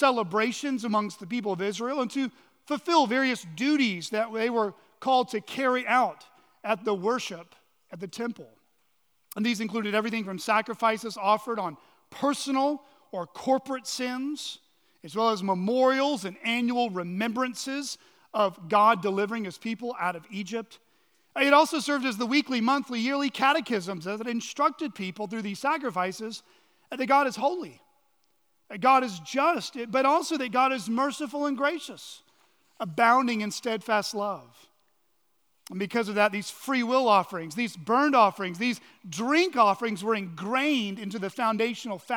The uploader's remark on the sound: on the morning of November 19, 2023, at Chaffee Crossing Baptist Church in Barling, AR.